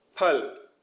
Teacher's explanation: similar to pa but aspirated